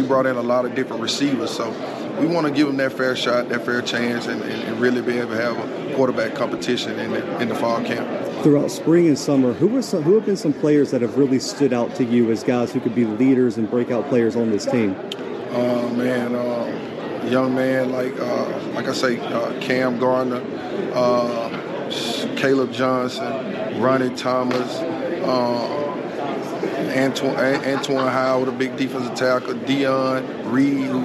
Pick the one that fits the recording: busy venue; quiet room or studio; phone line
busy venue